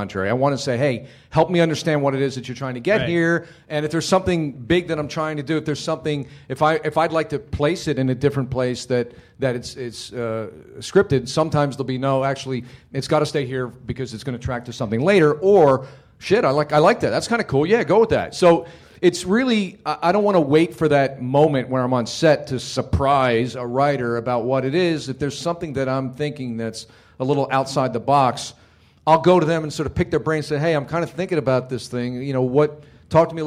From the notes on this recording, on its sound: Directors panel from ATX, an Austin TV Festival. Recorded at ATX 2013.